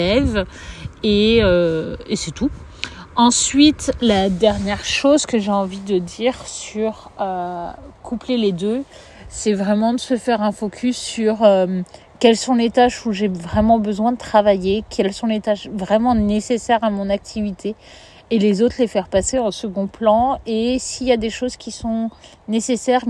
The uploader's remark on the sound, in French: L’épisode a été enregistré dans la forêt de Janas.